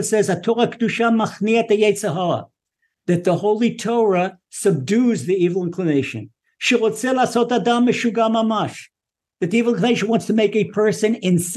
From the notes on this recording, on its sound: Recorded via TORCHzoom.